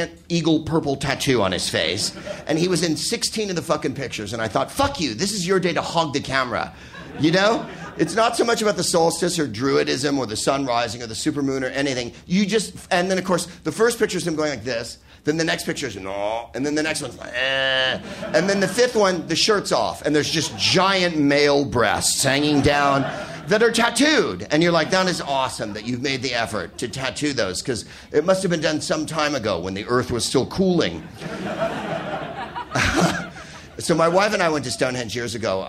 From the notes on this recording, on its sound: Live from the Soho Theatre in London